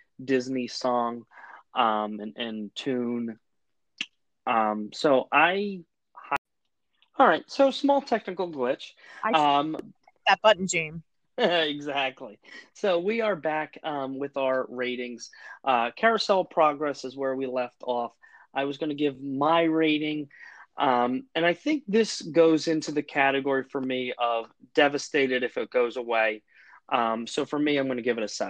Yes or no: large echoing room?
no